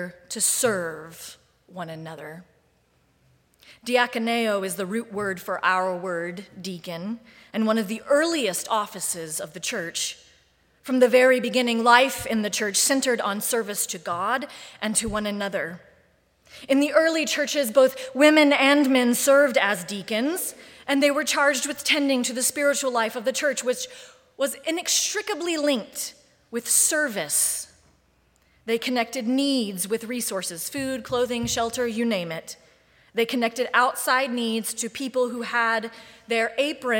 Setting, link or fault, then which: setting, large echoing room